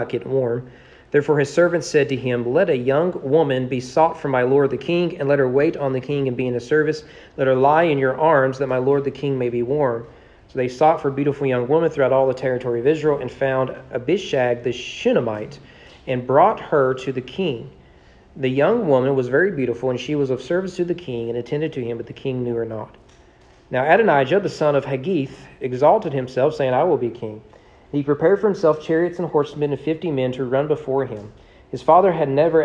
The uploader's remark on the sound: Sermon preached at East Frankfort Baptist Church on November 27, 2022 during evening worship.